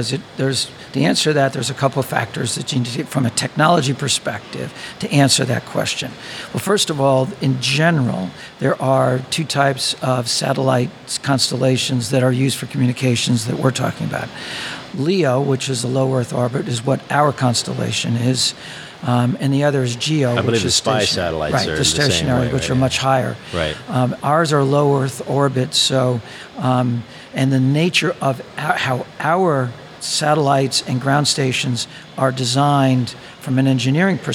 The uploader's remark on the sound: on location at the Oil & Gas IoT conference